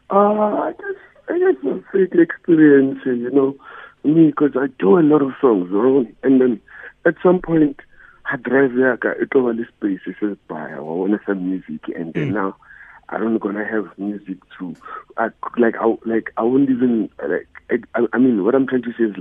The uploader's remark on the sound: PHONE INTERVIEW